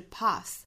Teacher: Path 这个词英音一般会发成一个 R, path.后面这个 TH 我们要注意舌头伸出来去摩擦上排牙齿，清辅音有送气哈，是 path. Then there is a path to redemption.